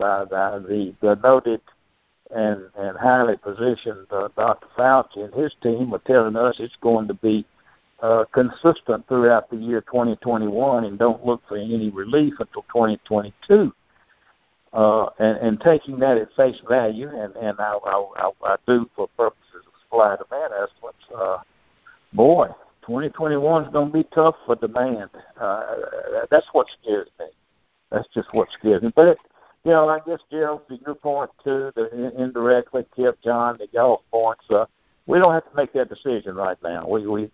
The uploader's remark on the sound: Monthly Conference Call